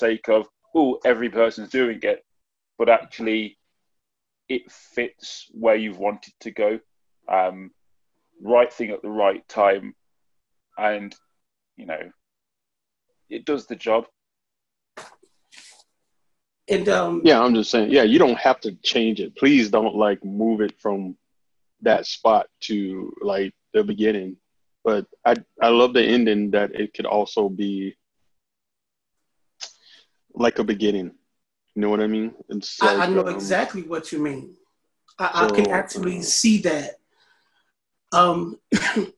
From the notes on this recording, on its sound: This episode was recorded via Zoom.